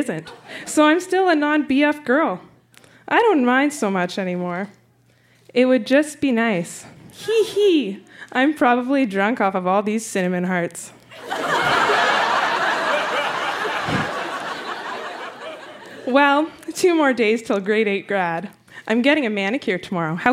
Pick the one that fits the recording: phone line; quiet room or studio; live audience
live audience